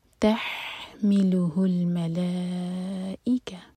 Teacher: تح ح علق سے